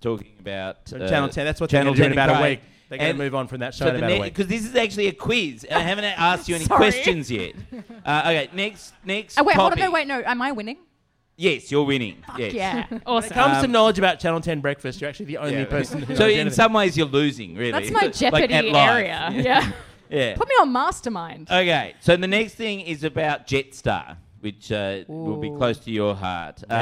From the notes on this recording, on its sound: Join each other live for a podcast at the pub!